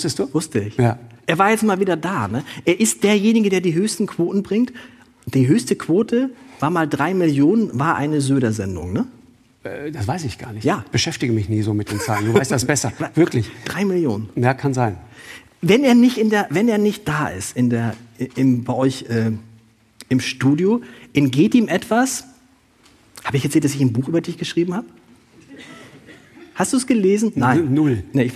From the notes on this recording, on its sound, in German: Im Hamburger Thalia Theater vor 1000 Zuschauerinnen und Zuschauern. Herausgekommen ist ein Live-Podcast.